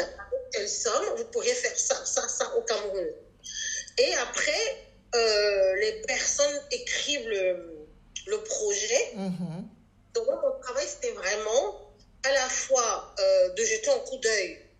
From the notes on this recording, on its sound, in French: Je tiens tout d'abord à m'excuser pour la qualité médiocre de cet enregistrement.